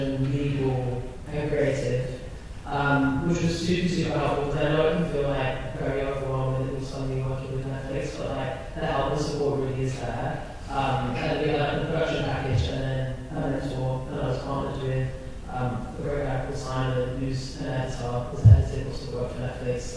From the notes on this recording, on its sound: To present a special in-person information session and screening on Thursday, 9th February 2023 at the Stella Theatre in Rathmines. We apologise for the quality of the audio from this live event.